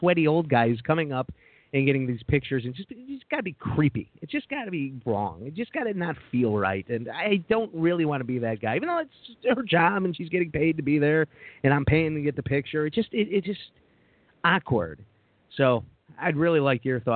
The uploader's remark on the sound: Live Call In Show. It's LIVE, anything can happen.